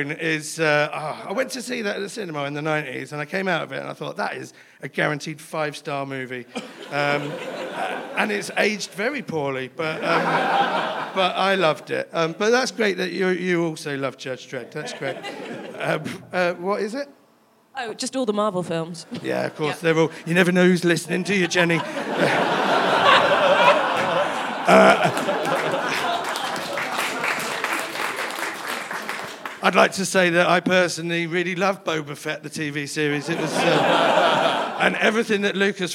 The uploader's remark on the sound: recorded in front of a live audience